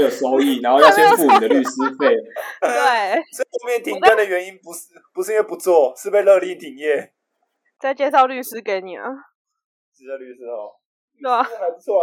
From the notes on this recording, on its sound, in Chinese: 從拙劣的音質中嘗試萌芽成長!因為採用遠端錄音和極度拙劣的剪輯能力，請大家多包容音質和音量上的問題。